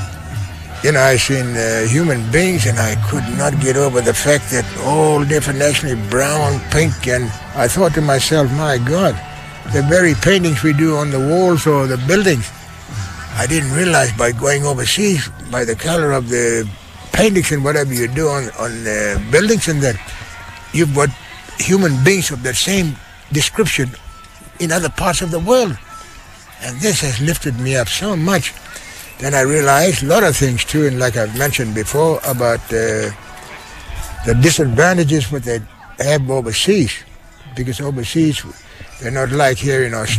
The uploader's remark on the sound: LIVE Outside Broadcast at the Stolen Generations Kullarri NAIDOC open day